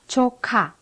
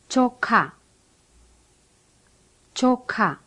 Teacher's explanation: If you see a K with an apostrophe, you should pronounce it like the K in kick, with a strong puff of air. For example, 조카.